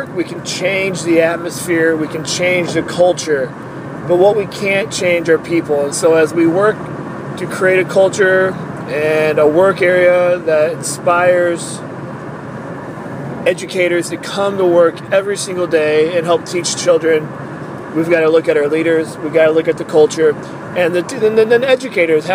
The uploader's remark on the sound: I am adding a new bit called Mini Thoughts where I will share an unedited, uncut idea from my iPhone. Often times when I drive I record my ideas to develop later on.